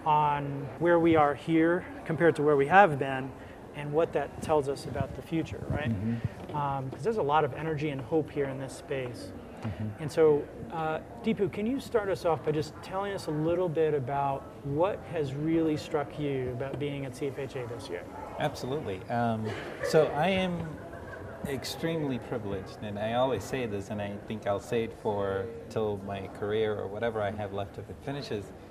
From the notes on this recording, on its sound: The CFHA Podcast team, live from the 2019 CFHA conference in Denver, CO!